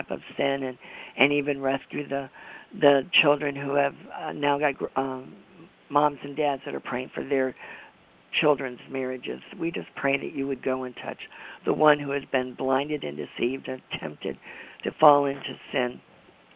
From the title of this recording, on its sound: AUGUST 28, 2011 CONFERENCE CALL